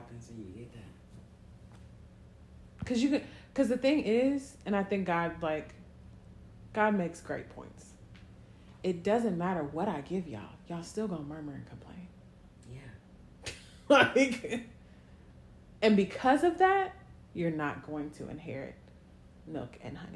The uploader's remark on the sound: So, mid conversation the other day I pressed record on my phone. What you hear is a snippet of a conversation.